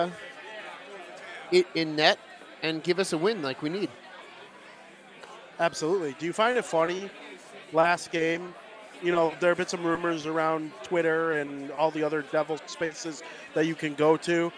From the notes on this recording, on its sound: Live from American Whiskey